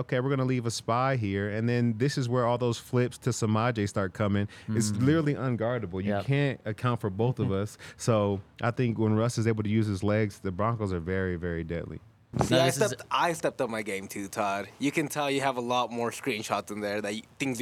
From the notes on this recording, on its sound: coming to you LIVE from the DNVR Bar